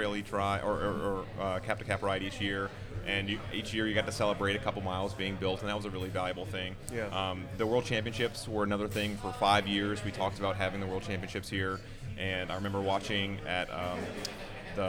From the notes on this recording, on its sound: This week is a Live episode recorded at Starr Hill Brewery as a part of Bike Month 2022 in Richmond, VA. There was an awesome panel assembled to discuss biking in the area.